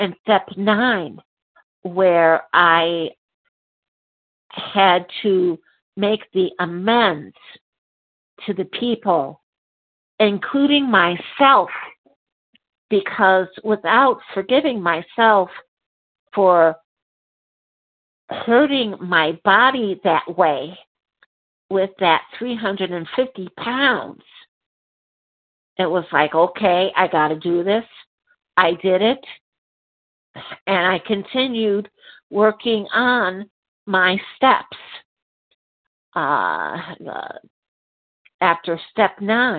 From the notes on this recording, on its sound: qualification from the 100 Pounders Phone Meeting